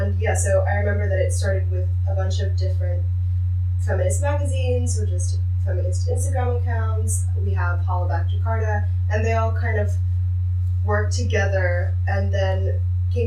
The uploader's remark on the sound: The sound quality of this episode is quite bad, apologies for that. We are hoping to invest in better sound equipment in the future.